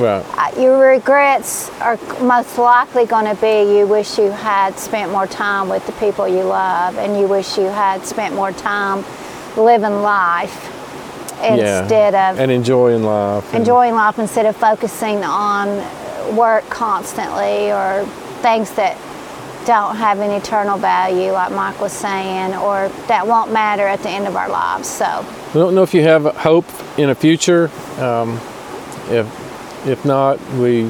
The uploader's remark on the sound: Roamstead Campground Gatlinburg Fireside chat podcast